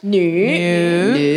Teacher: And it's a third tone, so we make an effort. Go down first and up.